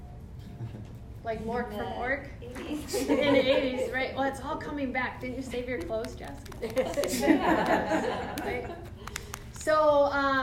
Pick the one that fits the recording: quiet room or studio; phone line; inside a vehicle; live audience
live audience